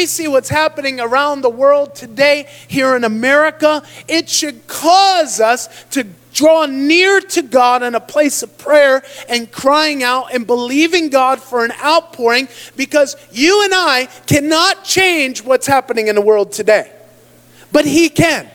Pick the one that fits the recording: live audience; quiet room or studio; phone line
live audience